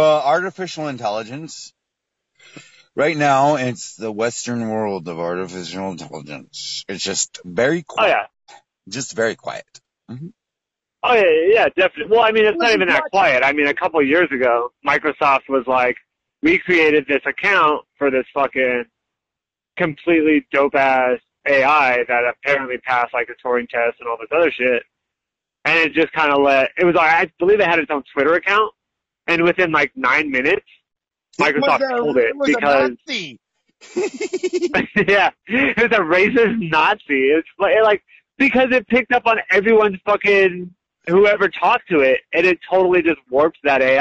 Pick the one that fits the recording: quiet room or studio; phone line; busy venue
phone line